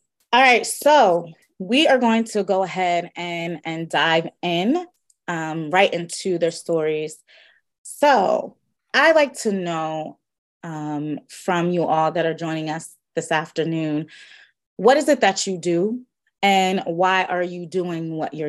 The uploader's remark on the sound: The audio version of Shelterforce's webinar